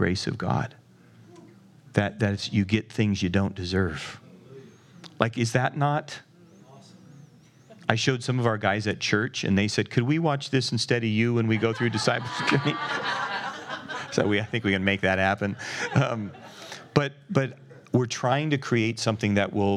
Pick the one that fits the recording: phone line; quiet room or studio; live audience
live audience